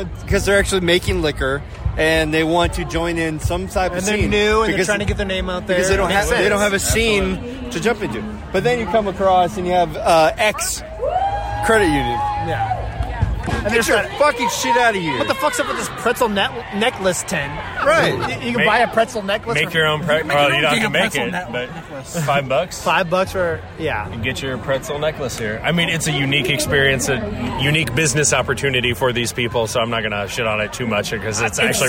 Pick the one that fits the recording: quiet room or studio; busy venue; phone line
busy venue